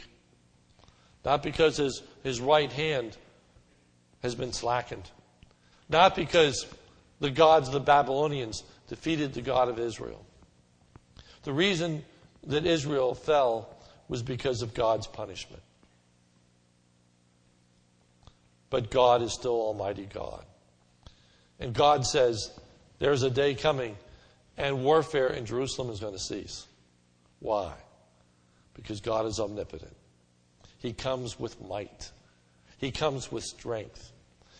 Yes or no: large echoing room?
yes